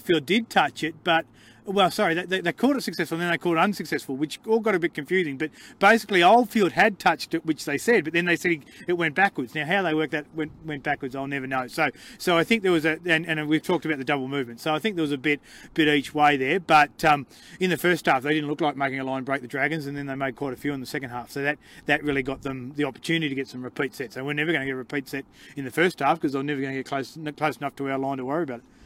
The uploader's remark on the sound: The Greenhouse Live returns to Canberra Stadium for the first time since Round 1.